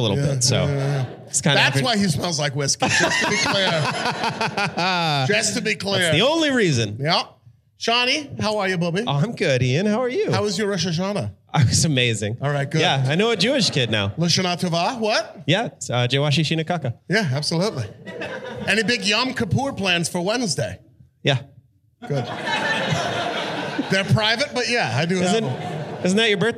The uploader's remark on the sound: This was recorded live in Los Angeles at Mid City Arts Center.